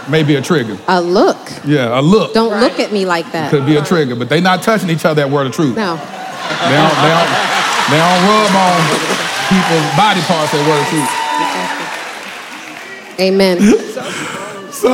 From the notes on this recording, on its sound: This is the most realest conversation to take place in a sanctuary during a Sunday Service. Live at Word of Truth Church in Arlington, TX, we curated a panel of professionals.